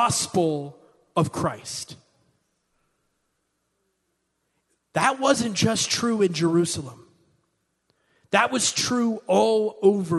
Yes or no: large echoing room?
yes